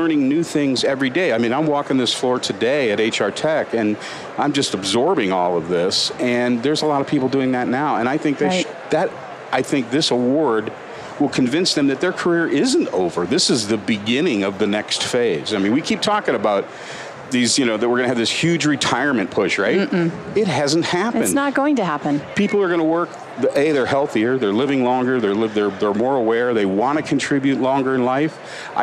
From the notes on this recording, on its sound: LIVE from Las Vegas, at #HRTechConf